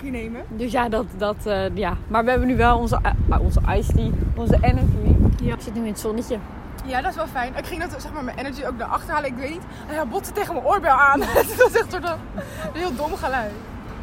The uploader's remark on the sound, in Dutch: Door de wind is het gesprek soms moeilijk te verstaan en dat spijt ons. We hebben veel audio niet kunnen gebruiken door het slechte geluid, dus bij deze beloven wij dat we nooit meer in de wind zullen opnemen.